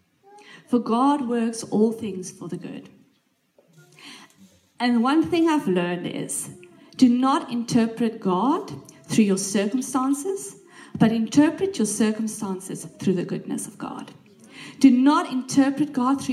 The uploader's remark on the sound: This message was recorded live at our Malmö Gathering on Sunday, September 10th, 2023. C3 Church Malmö & Lund.